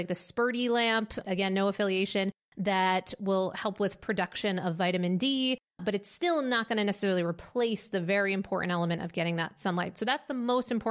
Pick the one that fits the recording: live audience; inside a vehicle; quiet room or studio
quiet room or studio